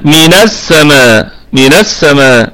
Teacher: فكي نتخلص من الساكنين حركت النون بفتحة عارضة تتناسب مع اللام